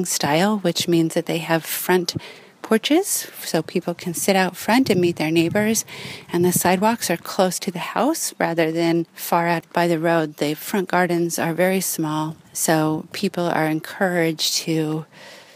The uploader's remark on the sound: I tour a mixed income 'Community Housing' development in Davis. I take a walk around the outside.